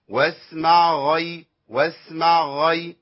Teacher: العين ضاعت، لانها اضعف كمان من الغين، من الغين، فدخلت في حرف الغين فادغمت